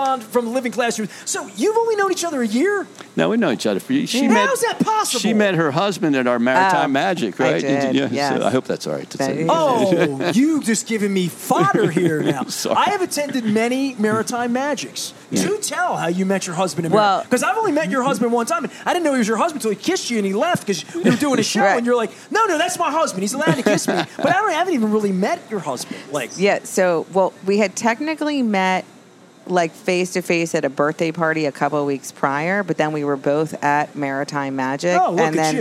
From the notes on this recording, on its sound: On "A Cup Of Soup Or Bowl" week at Faidley's Seafood in historic Lexington Market.